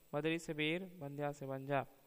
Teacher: ये हिंदी के अल्प प्राण सघोष स्पर्श ओष्ट ध्वनि है